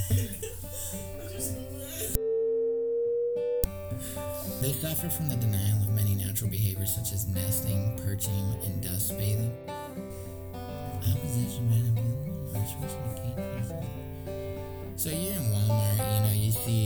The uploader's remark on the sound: I was too close to the mic when I recorded this and then tried to fix it in post.